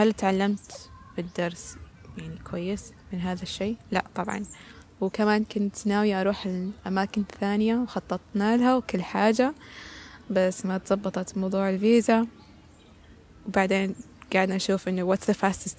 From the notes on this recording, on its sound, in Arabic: حلقة مسجلة في نامسان في مدينة سول محاطة بطبيعتها وبجانب طائر Heron.